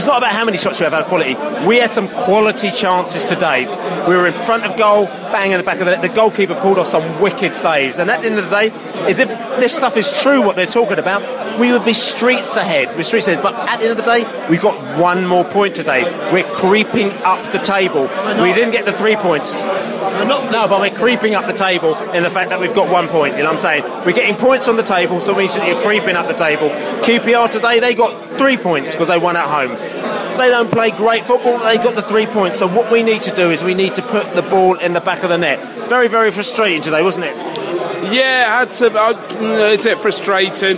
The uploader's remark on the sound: Post-match podcast from the pub.